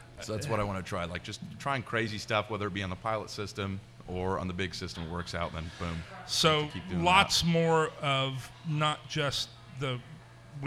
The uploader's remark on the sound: Live At Bad Tom Smith